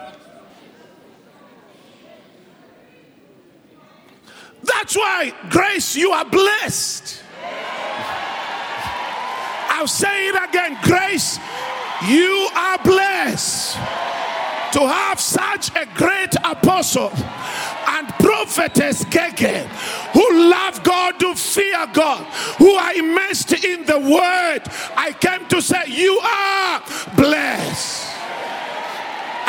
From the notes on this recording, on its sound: preached at Grace Bible Church Pimville on the 12th of August 2022